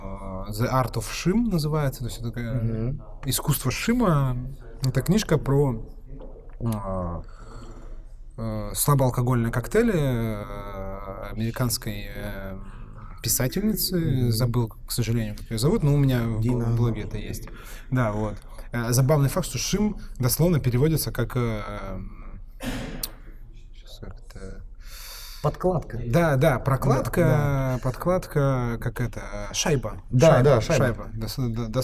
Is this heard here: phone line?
no